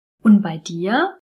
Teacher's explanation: Aber in der Umgangssprache lassen wir das T, diese Auslautverhärtung, einfach weg. Und wir reduzieren den Laut und sagen, und bei dir?